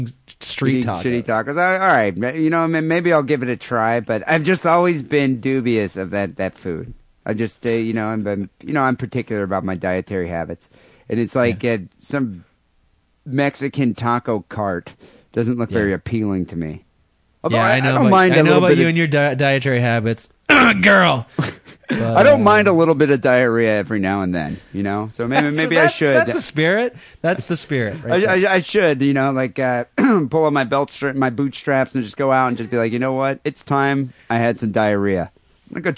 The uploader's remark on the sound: Phone calls